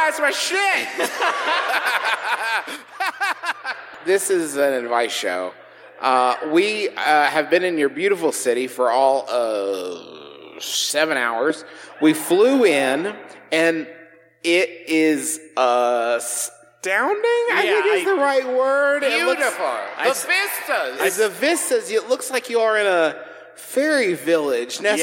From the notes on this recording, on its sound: We’re scattered hither and yon this week, so here’s our recent live show from the Shire-esque paradise known as Salt Lake City.